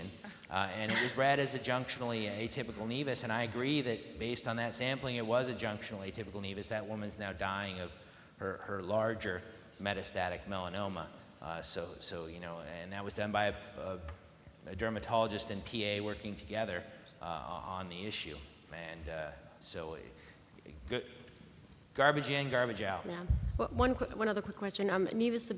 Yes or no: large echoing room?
yes